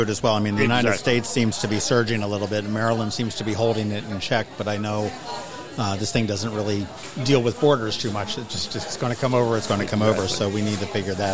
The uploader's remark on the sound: Boatyard Bar & Grille in Eastport. We ate lunch in the bustling tent out front --hence the background noise.